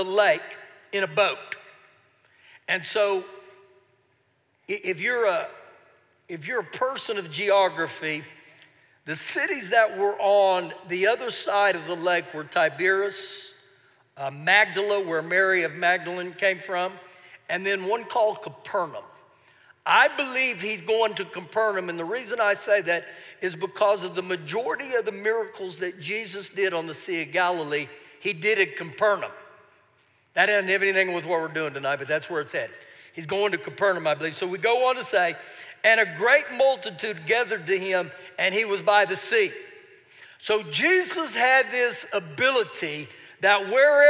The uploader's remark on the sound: Recorded live during our Wednesday night service